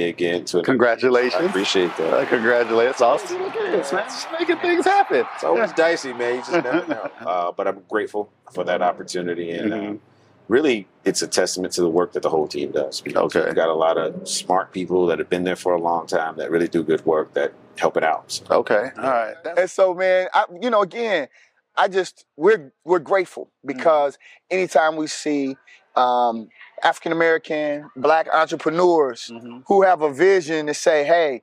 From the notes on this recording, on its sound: At the 2023 Annual State Bar of Georgia Conference.